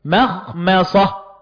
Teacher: الميم مرققة والخاء مفخمة والميم مرققة والصاد مفخمة